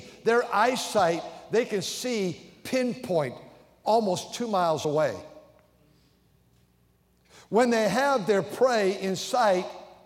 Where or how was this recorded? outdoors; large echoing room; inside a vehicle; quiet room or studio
large echoing room